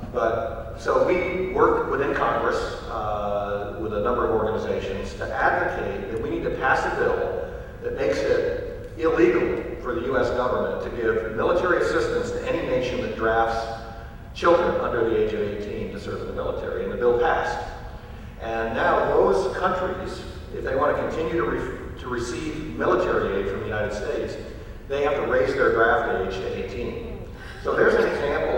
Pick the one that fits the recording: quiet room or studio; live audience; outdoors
live audience